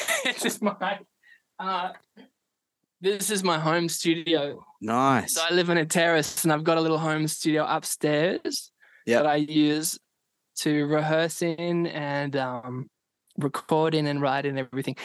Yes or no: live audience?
no